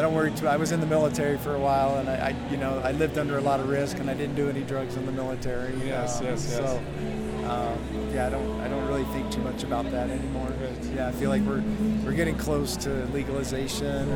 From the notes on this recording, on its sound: These interviews were recorded at the historic Psychedelic Science 2023 conference in Denver